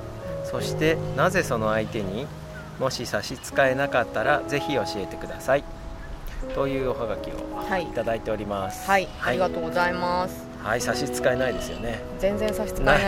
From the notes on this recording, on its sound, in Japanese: 今回も、すっかりお気に入りになった明治神宮の芝生で、のびのびと収録しました。天気は晴れ。